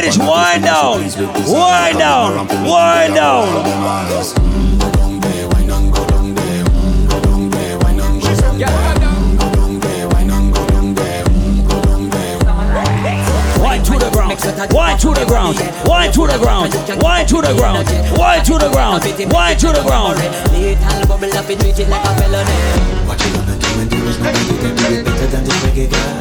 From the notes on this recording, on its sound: (MINIMAL TALKING ). Live audio recording of my set at Island Saturdays on Dec 17th.